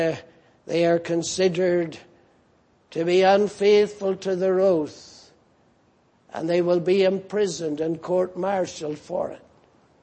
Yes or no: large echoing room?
yes